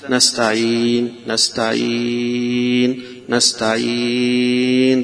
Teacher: فتقف بالسكون وتمد حركتين أو أربع حركات أو ستة، نستعين نستعين نستعين، ست حركات. وهنا لكونها مضمومة لك فيها · Term: مد العارض للسكون